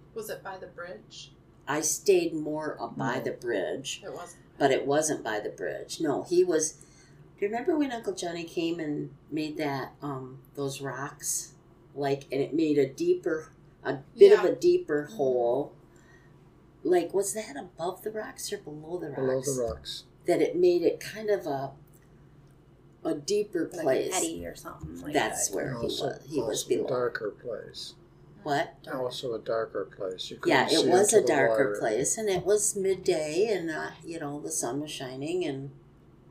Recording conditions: poor sound quality